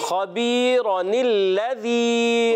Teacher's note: تنوین کی نون کو زیر دے کر اگلے کلمے سے ملاتے ہیں تو نون قطنی ہو جاتا ہے